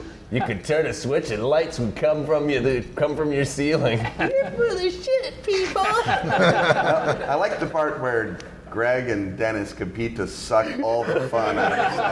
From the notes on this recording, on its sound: Delta Green at Gen Con 2018. Q&A with the audience.